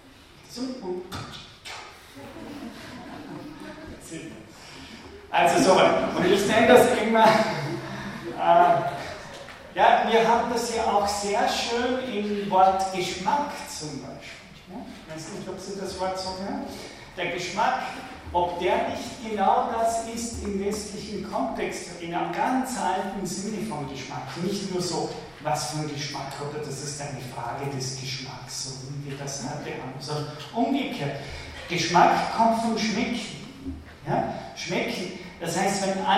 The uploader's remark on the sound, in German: von Studierenden der Universtiät Wien aufgezeichnet